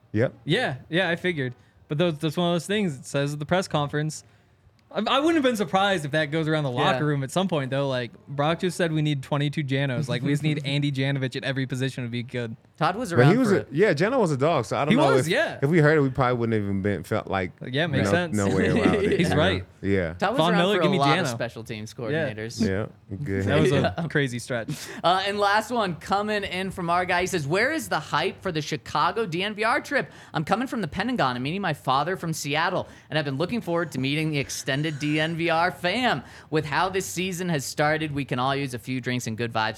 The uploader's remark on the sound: coming to you LIVE from the DNVR Bar